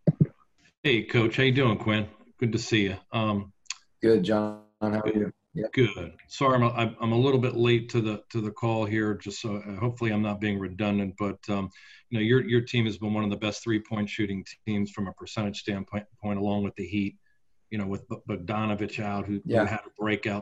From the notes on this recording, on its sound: Talked to the media via Zoom conference before the Jazz took on the Miami Heat in their second exhibition game in Orlando, Florida.